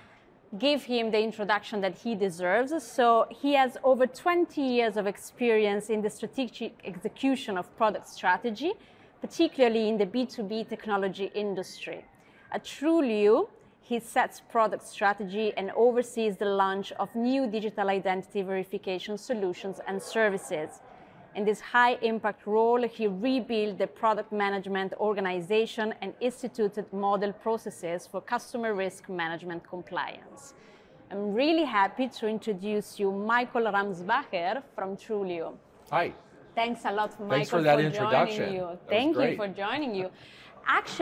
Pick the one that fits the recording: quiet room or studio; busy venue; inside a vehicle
busy venue